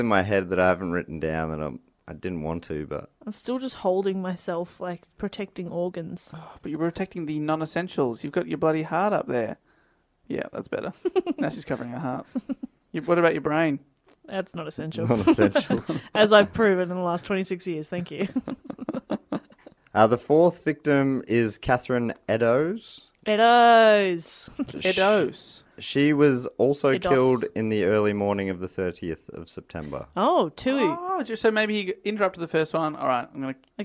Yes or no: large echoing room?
no